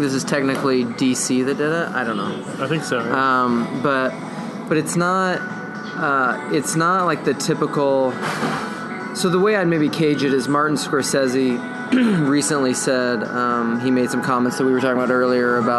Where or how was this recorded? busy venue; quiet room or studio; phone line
busy venue